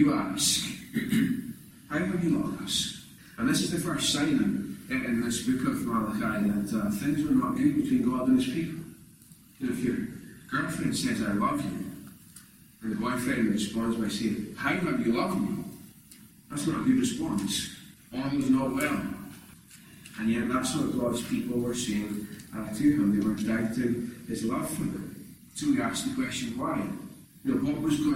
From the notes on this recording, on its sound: recorded at North Harris Free Church on Sunday evening 21st November 2021.